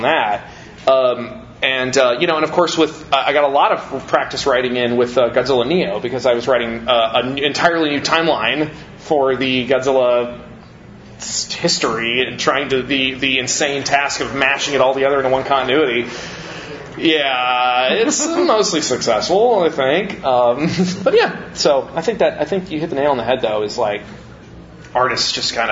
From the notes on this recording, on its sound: Live from G-Fest 25